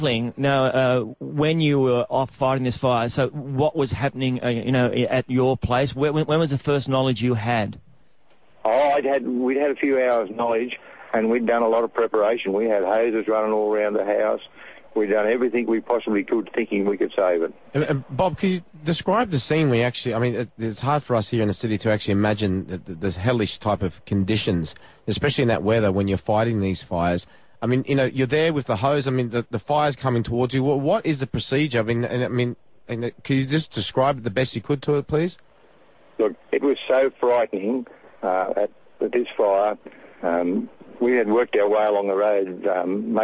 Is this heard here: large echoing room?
no